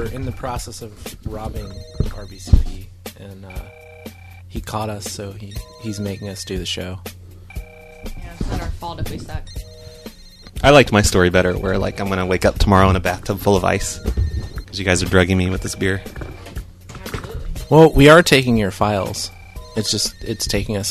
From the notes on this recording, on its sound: …'s Personal Prank Phone Calls Collection.